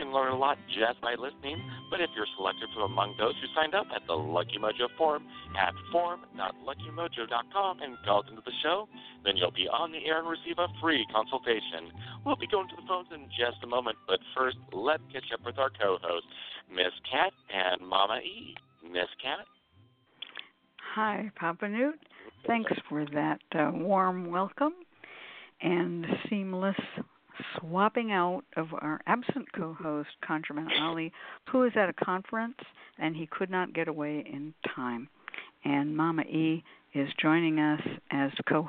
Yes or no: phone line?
yes